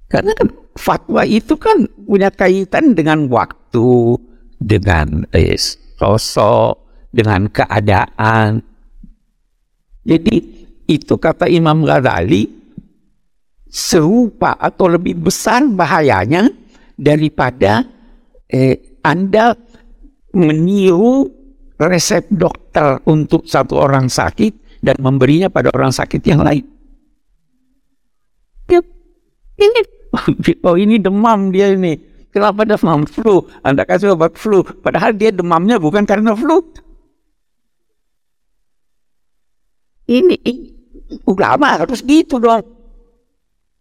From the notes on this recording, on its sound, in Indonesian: Podcast episode ini merupakan hasil rekaman pada Februari 2023, yang diambil dari kajian Kuliah Umum Program PKU Masjid Istiqlal.